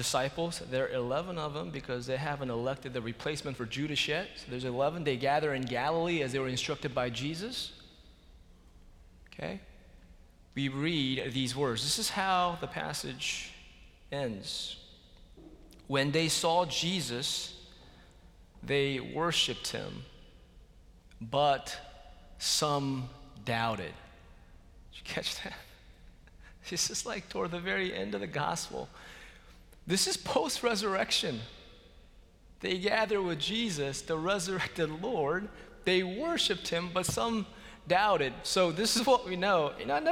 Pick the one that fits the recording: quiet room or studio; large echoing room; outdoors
large echoing room